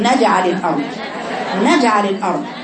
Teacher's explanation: القلقلة تقرأ إنك مخرج الجيم يقفل كده نجع وتروح فتحة بسرعة